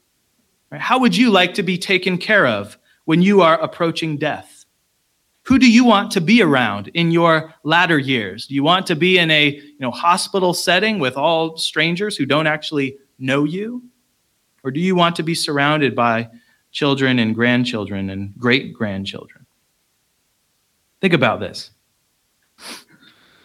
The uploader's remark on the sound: Location: Christ Covenant Church – Centralia, Washington